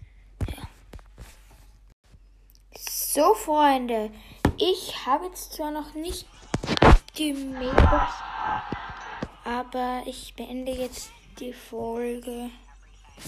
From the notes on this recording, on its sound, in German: Sorry für die schlechte Audio Qualität